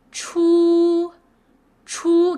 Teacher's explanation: You can keep prolonging your voice and I should not sense a variation in your pitch. It should be just like, high pitch and flat, okay? Chu, chu, give it like a full, make it full, okay? · Term: first tone